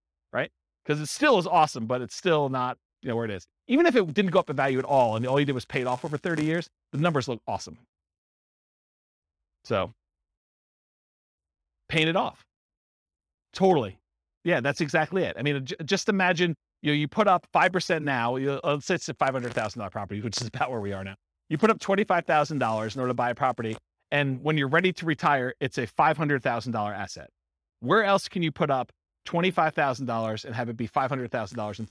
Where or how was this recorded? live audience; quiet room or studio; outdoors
live audience